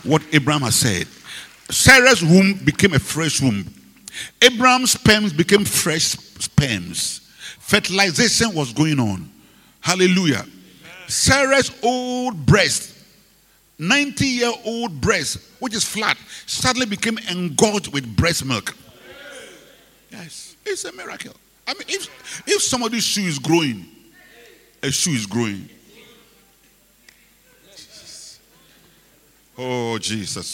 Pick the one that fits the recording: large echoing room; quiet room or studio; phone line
large echoing room